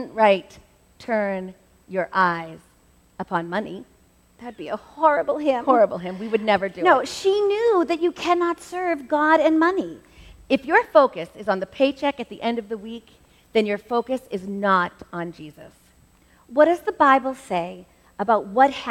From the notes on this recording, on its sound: This episode was recorded LIVE at the First Baptist Church in Reading, MA. Every once in a while, we get the opportunity to present a Hymn Talk Twin Talk message during a worship service.